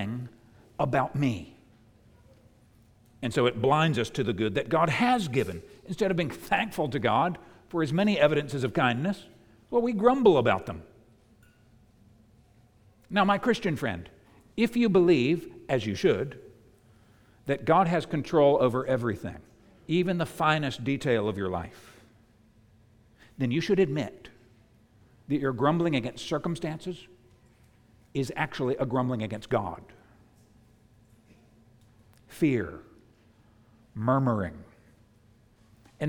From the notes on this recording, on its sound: preached at the United Christian Church of Dubai